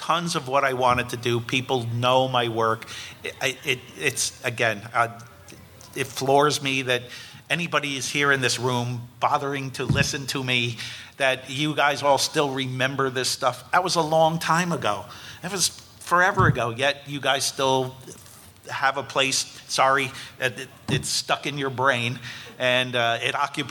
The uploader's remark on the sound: A live chat from FanExpo Philly